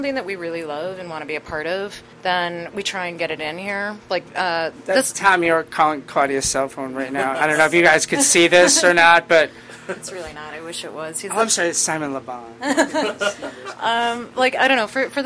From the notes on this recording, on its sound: In an interview recorded onsite at Debonair Social Club